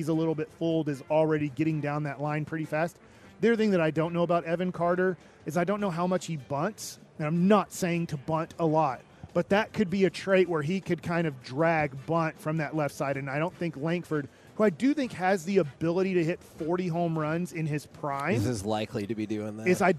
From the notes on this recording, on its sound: LIVE from Radio Row in Las Vegas!